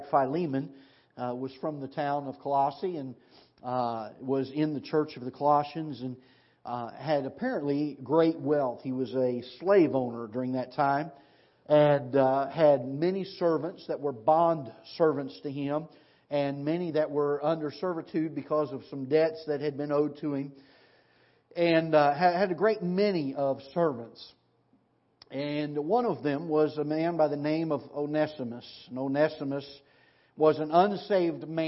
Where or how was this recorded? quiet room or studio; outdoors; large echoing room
large echoing room